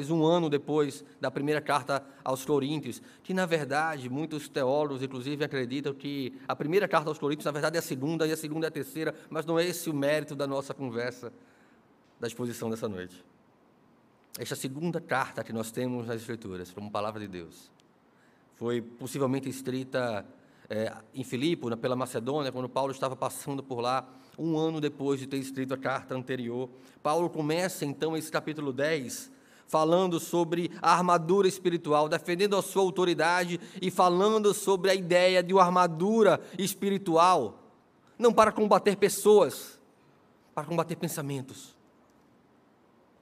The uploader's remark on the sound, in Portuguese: no culto presencial e transmitido ao vivo no domingo (18/09/2022) à noite (18h).